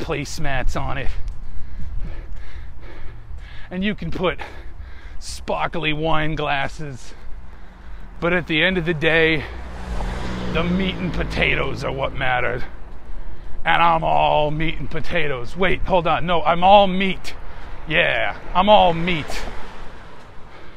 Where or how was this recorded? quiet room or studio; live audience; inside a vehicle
inside a vehicle